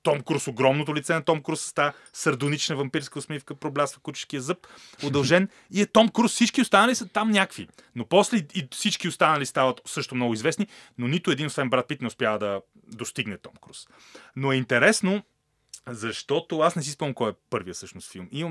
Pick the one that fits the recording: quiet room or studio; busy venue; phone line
quiet room or studio